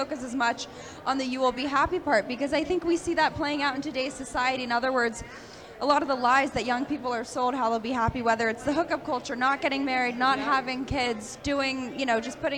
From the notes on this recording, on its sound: Live From AMFest 2023